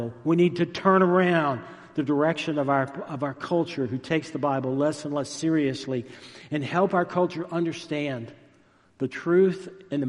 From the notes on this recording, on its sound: Recorded live at Stonebridge United Methodist Church in McKinney, Texas.